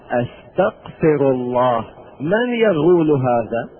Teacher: أبدل الغين إلى قاف والقاف إلى غين